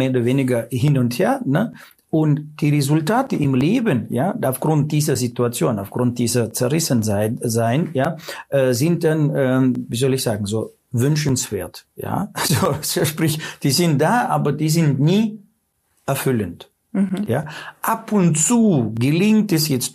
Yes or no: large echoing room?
no